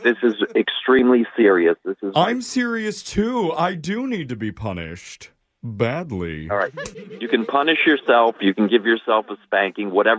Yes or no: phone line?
yes